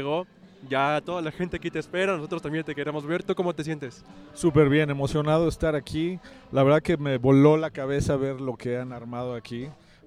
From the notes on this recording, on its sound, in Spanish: Un programa especial de M Jazz, desde la sede del festival